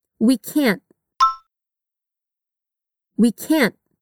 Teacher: É como se você posicionasse a língua, mas não chegasse a completar o som.